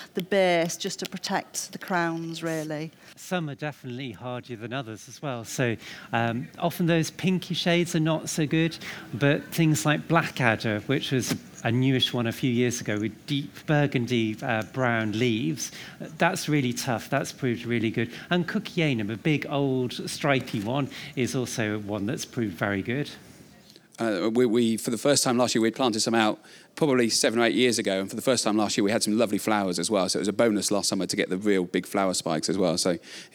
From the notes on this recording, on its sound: Live from Chatsworth. This week we're at the RHS Chatsworth Flower Show in Derbyshire, revelling in this floral extravaganza in the heart of the Peak District. Chairs a live question and answer session with leading gardening experts.